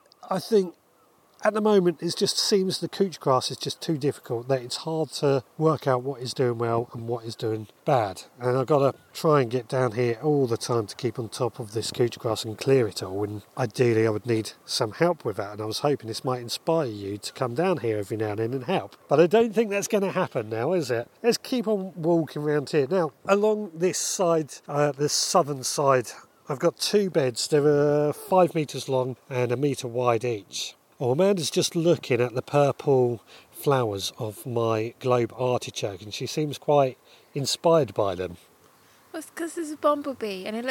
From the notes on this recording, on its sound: Walking around the allotment with my wife. Tonight I recorded us chatting as we wandered around the allotment.